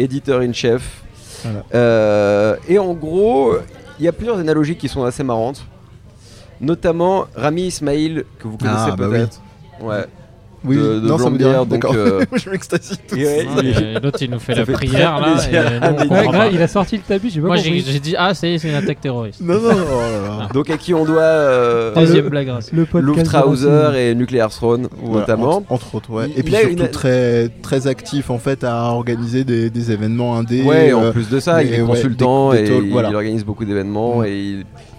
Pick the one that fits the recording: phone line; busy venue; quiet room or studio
busy venue